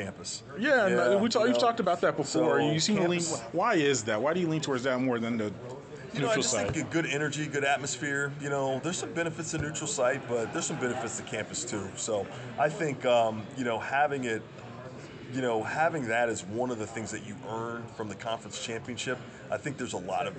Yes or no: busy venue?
yes